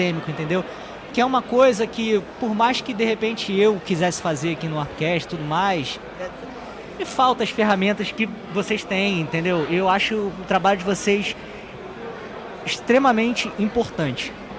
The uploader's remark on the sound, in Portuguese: Neste episódio gravado diretamente da Retrocon 2023.